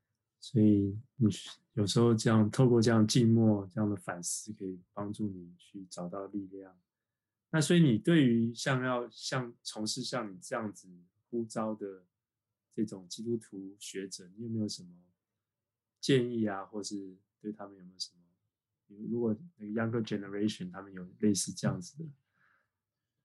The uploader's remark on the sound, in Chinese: 錄音的品質不是很好，很抱歉，還在學習中。